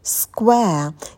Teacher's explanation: На «к» нет придыхания, потому что этот звук идет после «с» – square. И в конце дифтонг «э».